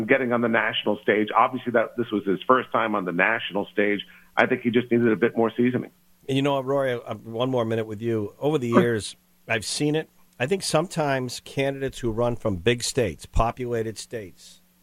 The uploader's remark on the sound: called